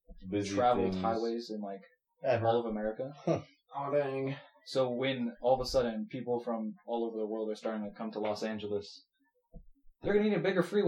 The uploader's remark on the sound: Sorry for the bad audio we had some mic trouble.